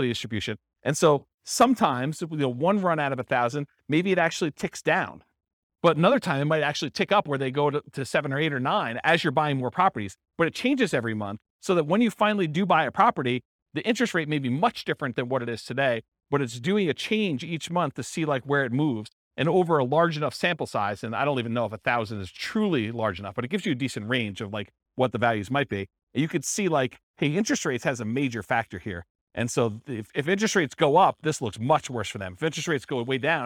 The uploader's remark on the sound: This was a live class recorded